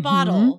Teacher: So instead of saying bottle, the T for an American becomes a D